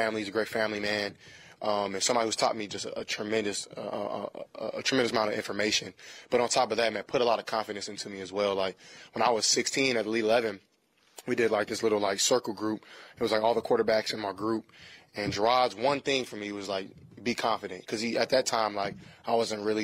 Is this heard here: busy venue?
yes